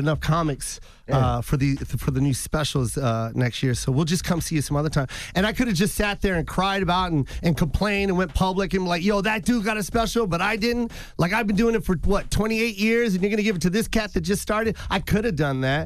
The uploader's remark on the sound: we opened up the phone lines